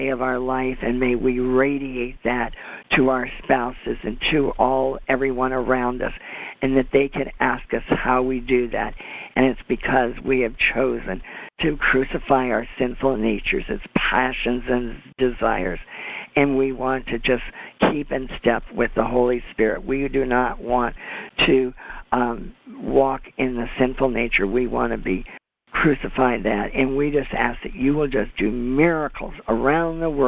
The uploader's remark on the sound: CONFERENCE CALL.